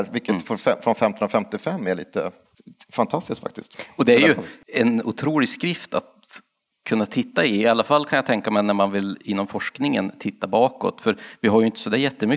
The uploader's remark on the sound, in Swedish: LIVE hos Östergötlands museum. Ett stort och varmt tack till alla 250 personer som kom och lyssnade på vårt uppträdande på Östergötlands museum.